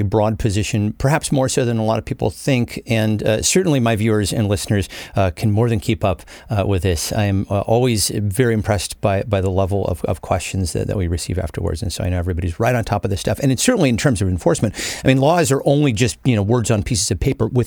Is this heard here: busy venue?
no